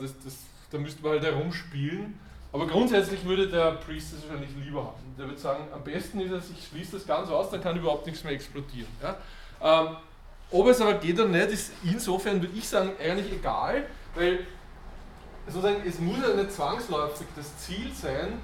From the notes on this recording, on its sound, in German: Diese Vorlesung wurde von Studierenden aufgenommen